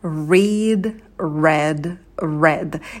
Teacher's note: Здесь важно, чтобы вы в конце не оглушали «д», это звонкий звук.